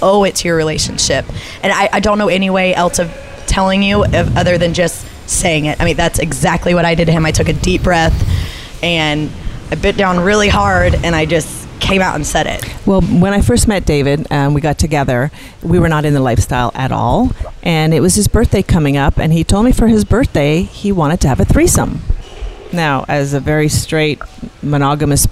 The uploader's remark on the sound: on location at Hedonism II Resort in Jamaica during Young Swingers Week